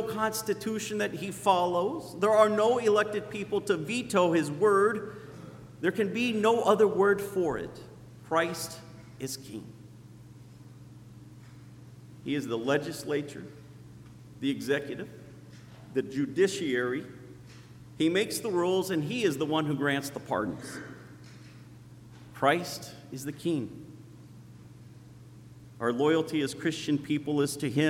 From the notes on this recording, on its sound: Sermon preached on Christ the King Sunday. At Zion Lutheran Church in Muscatine, Iowa.